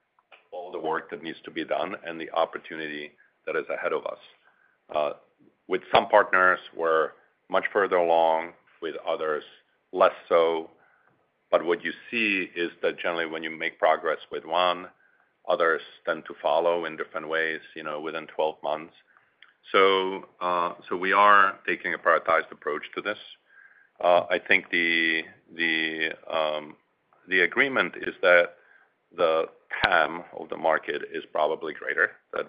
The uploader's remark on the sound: Q4 2023 Earnings Conference Call